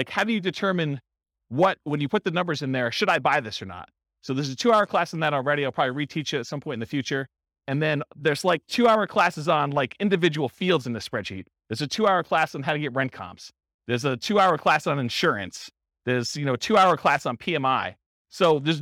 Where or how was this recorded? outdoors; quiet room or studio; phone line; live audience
live audience